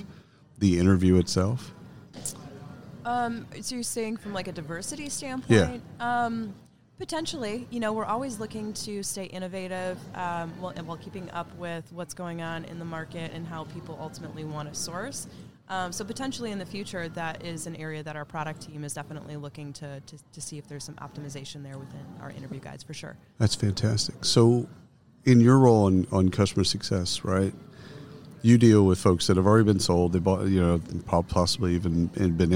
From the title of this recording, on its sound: Live from SHRM 2022